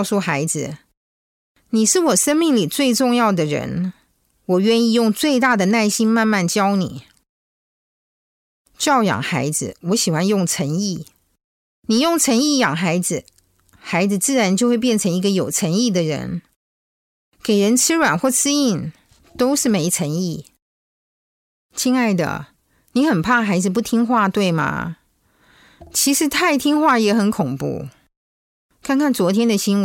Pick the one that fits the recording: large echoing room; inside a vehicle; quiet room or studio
quiet room or studio